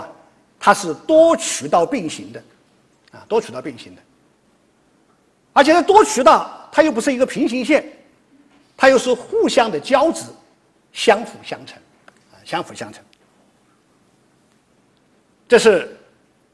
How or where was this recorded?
large echoing room